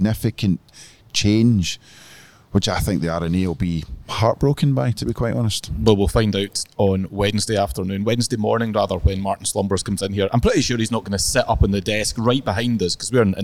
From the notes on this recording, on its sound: LIVE from Royal Liverpool. Coming to you live from The 151st Open at Royal Liverpool.